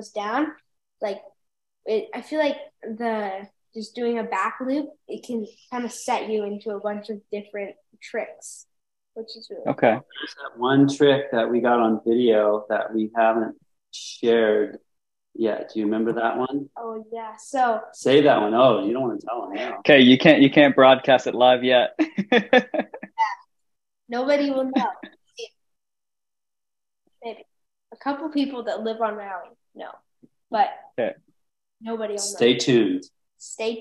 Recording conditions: video call